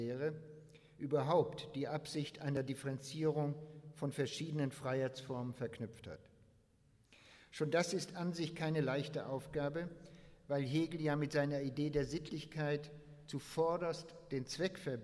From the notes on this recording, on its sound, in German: Internationaler Hegelkongress 2011 - Eröfnungsvortrag